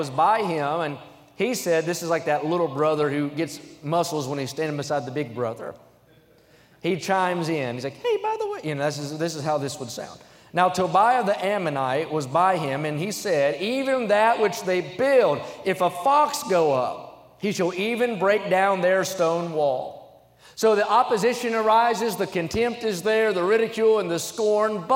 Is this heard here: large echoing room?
yes